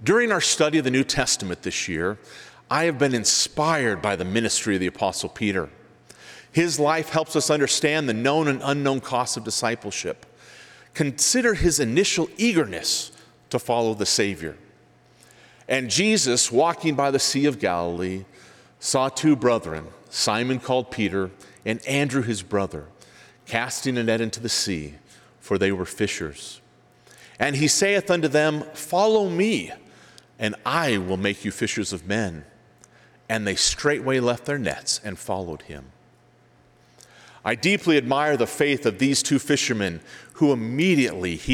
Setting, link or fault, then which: setting, live audience